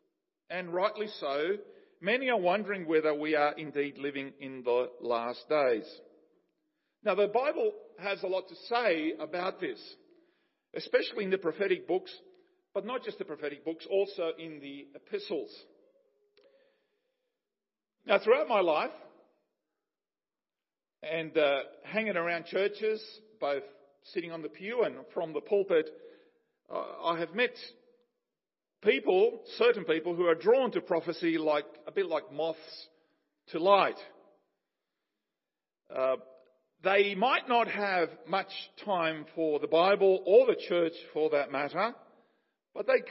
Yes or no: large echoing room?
yes